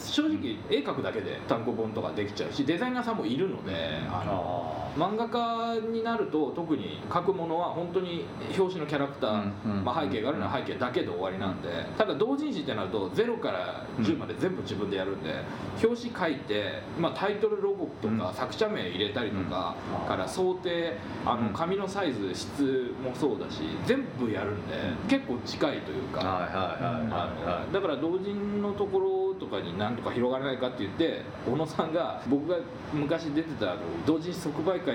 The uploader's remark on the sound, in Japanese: 今回、録音器のトラブルでノイズがあります。